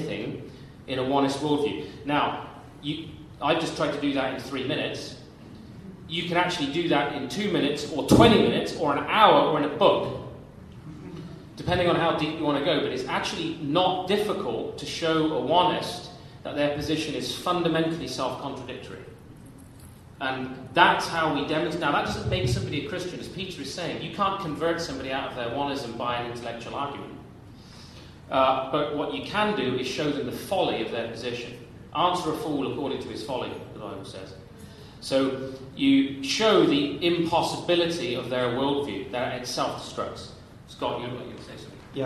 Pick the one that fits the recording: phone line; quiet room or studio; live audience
live audience